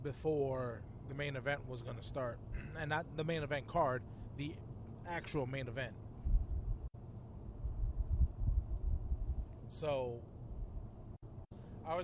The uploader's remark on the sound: A Quick CARCAST!